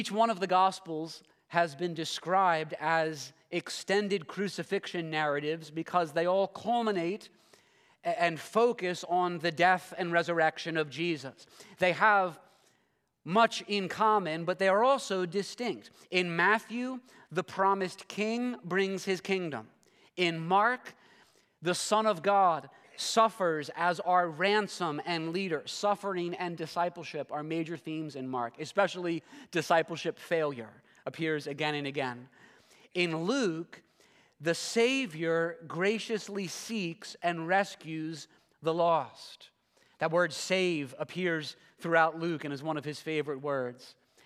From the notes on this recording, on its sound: This sermon was preached at Covenant Fellowship Church on October 22, 2023.